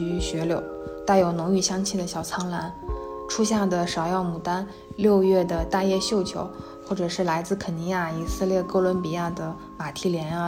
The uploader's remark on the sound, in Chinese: 坐在沙发一角，分享那段特殊的经历。因为放松和第一次单人录制，所以收声上或许还有杂音。节目中小风铃音效。